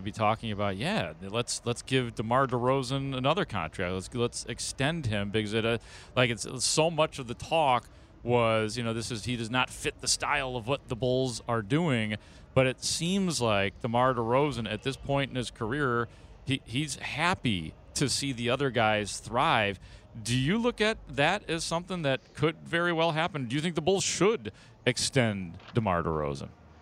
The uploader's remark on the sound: live from the United Center